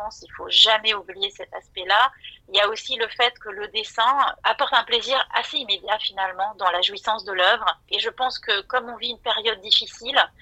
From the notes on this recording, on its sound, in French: À Paris, le 14 mars 2023, entretien réalisé par téléphone.